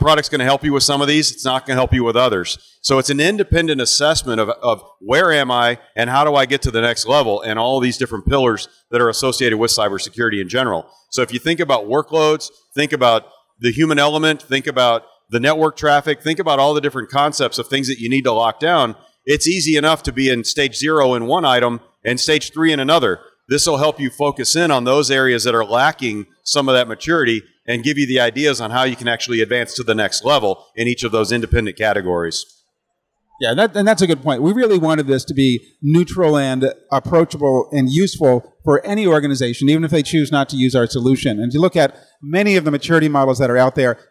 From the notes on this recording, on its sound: Recorded from the floor of RSA® Conference 2022